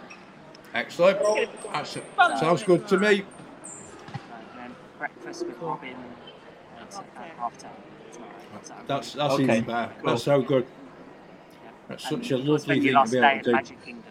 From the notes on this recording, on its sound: LIVE from Animal Kingdom Lodge. In podcast mode there are some wonderful moments where you can soak up the ambience of this beautiful place.